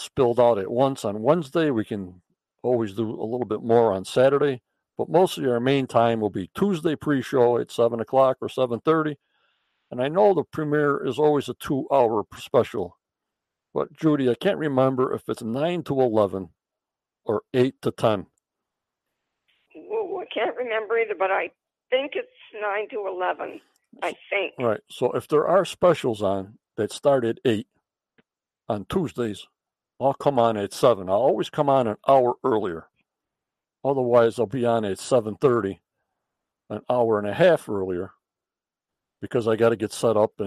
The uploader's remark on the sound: on the phone